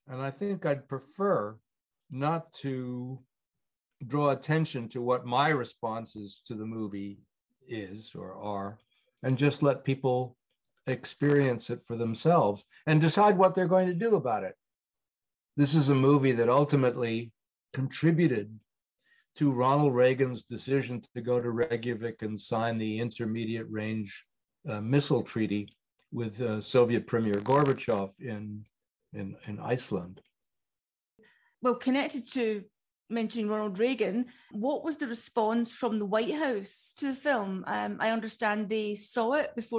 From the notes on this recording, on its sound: Speaking to me via Zoom.